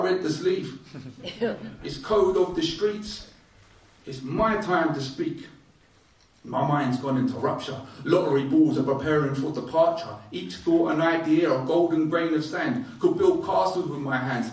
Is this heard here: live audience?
yes